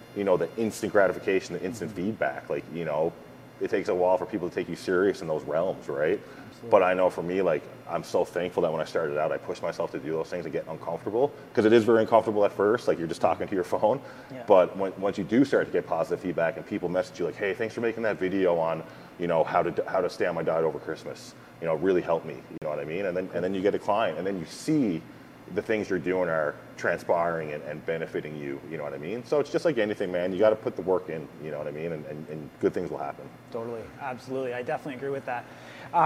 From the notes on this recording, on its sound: This episode was filmed live on location at Truth Gym Gallery in Victoria, BC Canada. Was on the west coast for a seminar and posing clinic as part of the Vancouver Island Showdown Posing series as sanctioned by the Canadian Physique Alliance.